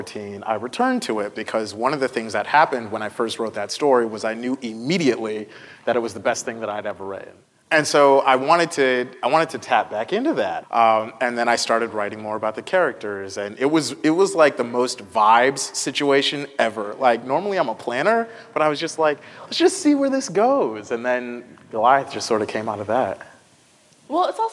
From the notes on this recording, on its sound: At the National Book Festival.